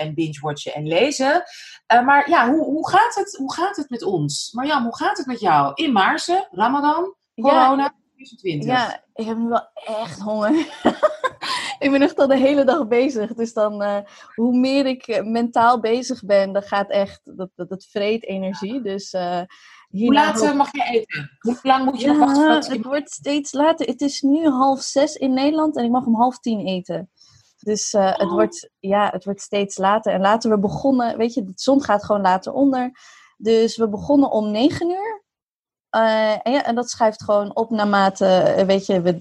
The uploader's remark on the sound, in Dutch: Niet in de studio maar alledrie via Zoom (what else, eh?) vanuit huis in Maarssen, Amsterdam en New York.